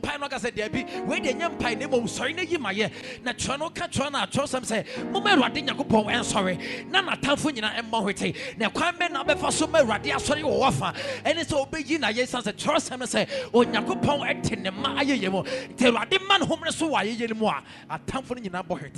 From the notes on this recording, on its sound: Preached at Ekklesia Chapel